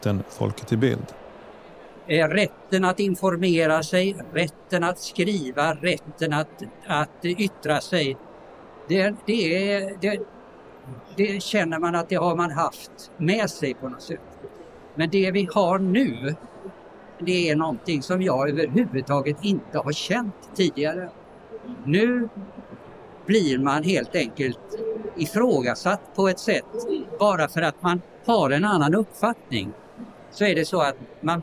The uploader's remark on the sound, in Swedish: Flera av inspelningarna är från årets bokmässa, där Folkets Radio tillsammans med Karneval förlag höll en serie diskussioner.